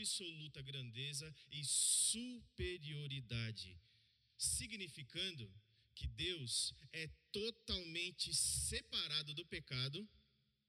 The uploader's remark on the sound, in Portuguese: no culto de domingo, e transmitido ao vivo pelo canal do Youtube